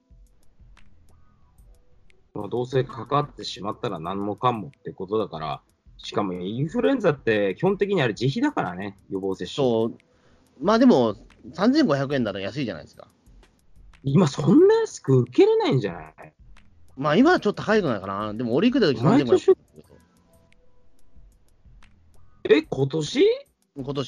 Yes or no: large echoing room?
no